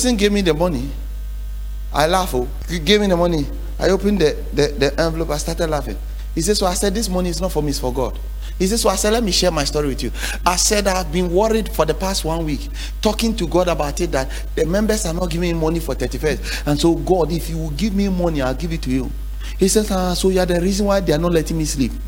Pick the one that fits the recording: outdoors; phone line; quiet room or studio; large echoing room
large echoing room